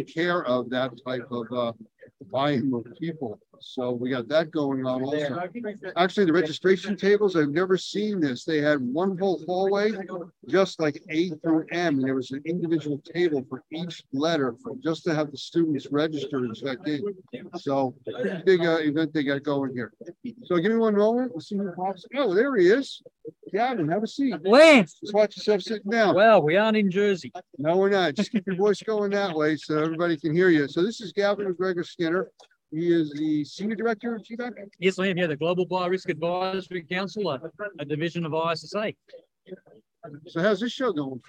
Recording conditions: busy venue